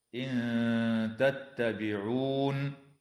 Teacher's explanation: إخفاء حقيقي للنون الساكنة عند التاء مع الغنة مرققة